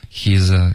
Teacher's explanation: he's the z 的音再震动的稍微饱满一点，现在有点弱了